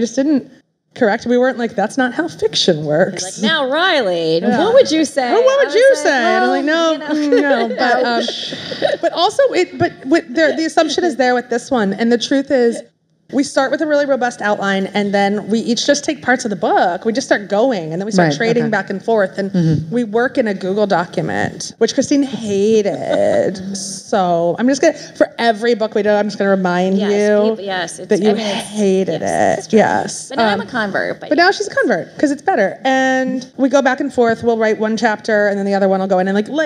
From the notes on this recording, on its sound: live at Barnes & Noble Union Square